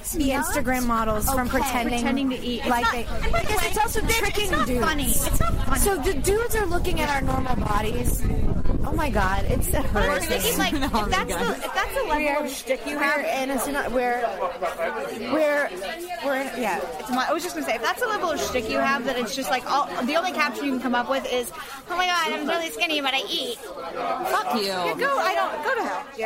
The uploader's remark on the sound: 3 bitchy podcasters are in London and record their bitch sesh at a local pub.